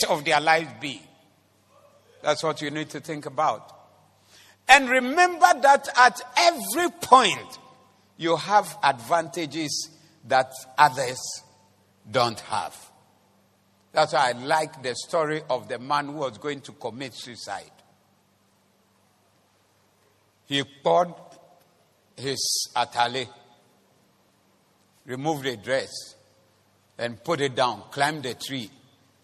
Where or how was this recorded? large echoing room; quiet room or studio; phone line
large echoing room